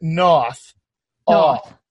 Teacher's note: We open up that rounding quite a bit. So part of the oral posture in this accent features more open-type lip rounding